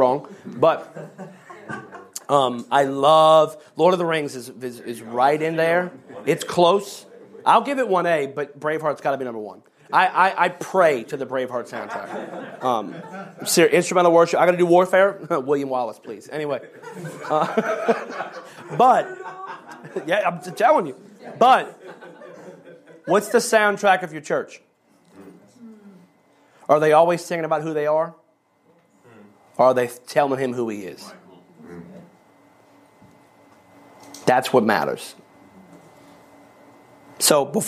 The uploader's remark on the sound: Every February, pastors and leaders from around the country gather together at our leadership conference for dynamic teaching, powerful worship, impartation, ministry, and covenant relationships. One of the recordings from our 2023 Leadership Conference.